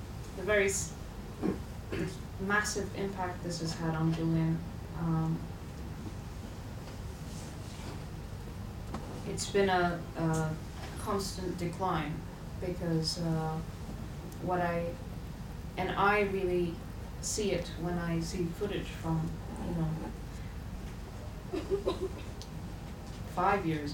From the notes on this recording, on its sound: This is a panel I moderated on Monday evening. At The Frontline Club in London.